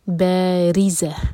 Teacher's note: باریزہ، با مد تبعی، را کے نیچے کسرہ تو را باریک، زبان کی صرف ٹپ سے پڑھیں گے. باریزہ و ادغام غنہ کے ساتھ، تو میک شیور کہ ناک میں آواز جائے اور دو سیکنڈز کا ٹائم دیں.